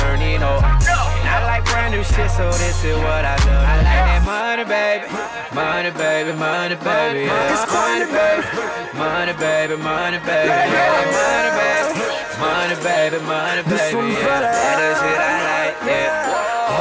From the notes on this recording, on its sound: live at Spectrum lounge 05-16-21